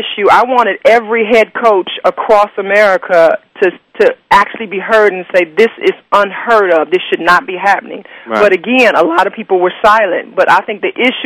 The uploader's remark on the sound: along with your phone calls